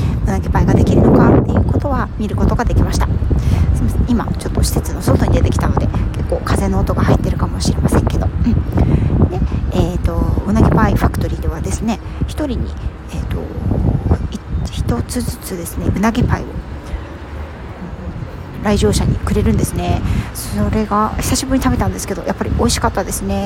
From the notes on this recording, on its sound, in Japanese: 旅先から³₃風音注意。火曜日から、静岡に遊びに来ました。出先からヒソヒソ収録してます。